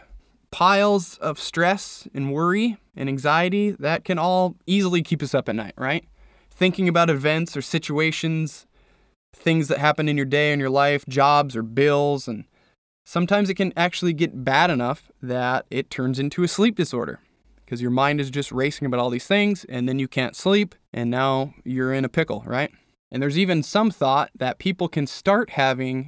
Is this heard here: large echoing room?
no